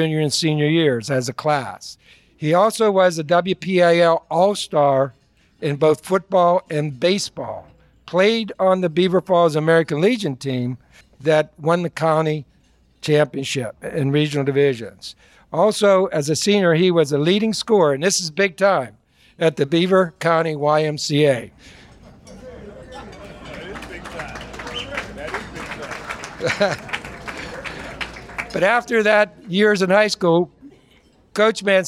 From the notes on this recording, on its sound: Circle of Achievement Celebration. This episode was recorded July 27, 2018 at Shadow Lakes Country Club, Aliquippa, Pennsylvania.